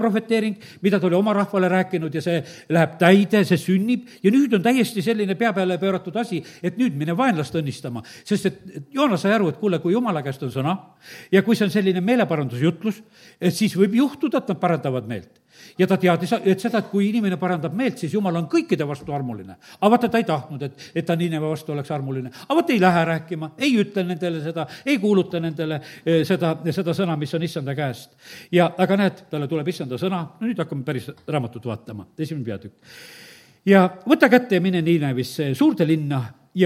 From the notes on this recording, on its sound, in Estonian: Audio salvestus koosolekult